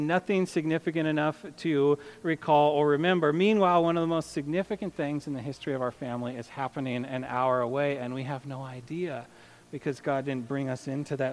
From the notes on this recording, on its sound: A sermon on Luke 2:8-20. To the congregation of Peace Bible Church in Salem, Oregon.